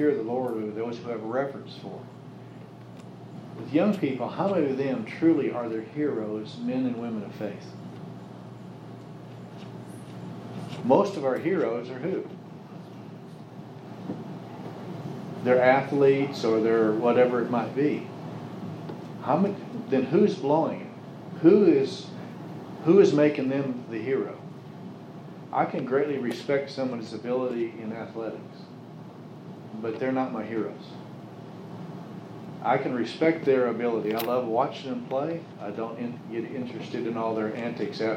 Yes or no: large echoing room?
yes